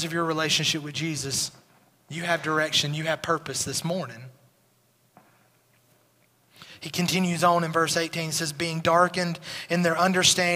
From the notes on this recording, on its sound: Recorded at Highland Baptist Church